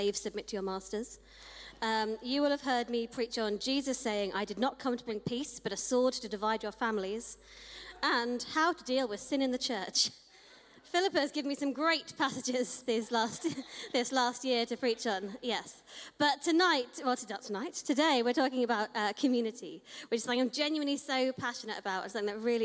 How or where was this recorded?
large echoing room